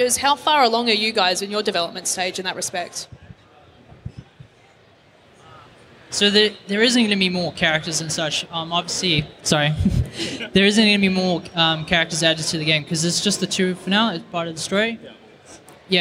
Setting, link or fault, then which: setting, live audience